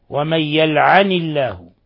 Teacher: ولاحظوا كيف كسرنا النون تخلصا من التقاء الساكنين. ومن يلعن الله، لأنه نون ساكنة وهمزة وصل ساكنة ثقيل في لغة العرب، لا لا لا يكون إلا بأن نتخلص من الساكن الأول بتحريكه بالكسر، ربما يحركونه بالضم أحيانا.